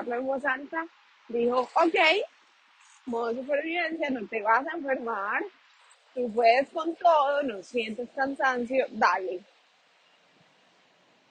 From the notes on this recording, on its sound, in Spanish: Un audio de 3 min caminando por Paris, después de dejar a Ali en la guardería. Se escucha Google Maps.